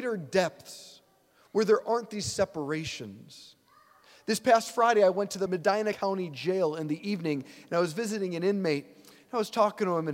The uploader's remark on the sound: preached this homily on February 11, 2024 at St Basil the Great Catholic Church in Brecksville, OH